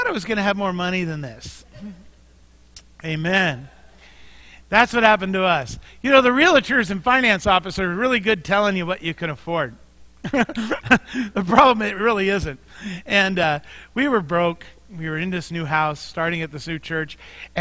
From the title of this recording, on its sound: Mt. Zion Church Live!